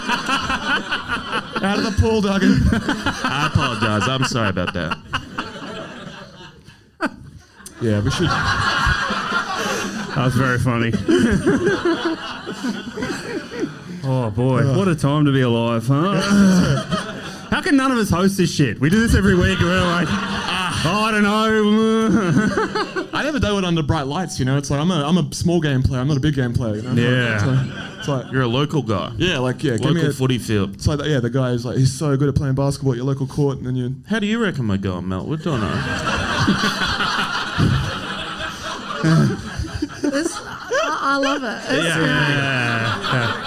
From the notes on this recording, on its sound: Live Show Melbourne. This weeks ep is half of our red hot live show in Melbourne.